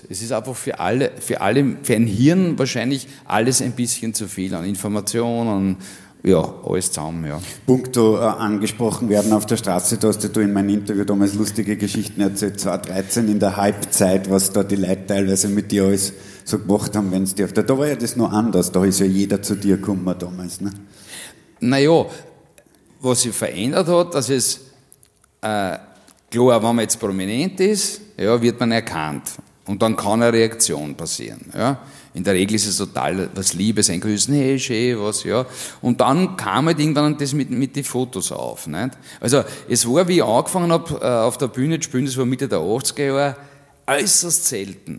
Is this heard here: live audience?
yes